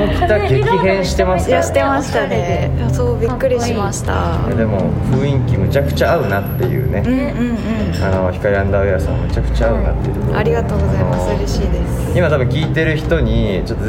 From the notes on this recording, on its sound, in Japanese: reload下北沢でおこなっている新しい買い物体験イベント「kaiwamono」の現場から